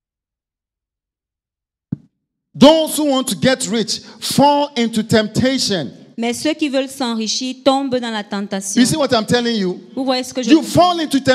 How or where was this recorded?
live audience